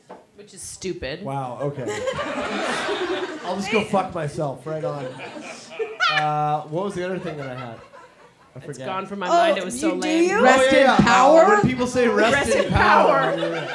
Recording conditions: live audience